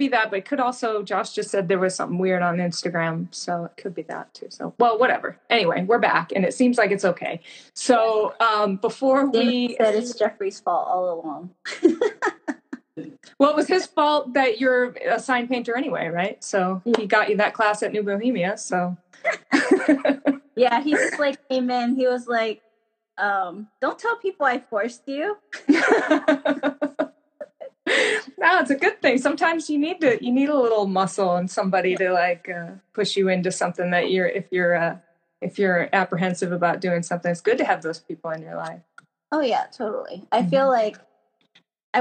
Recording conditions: poor sound quality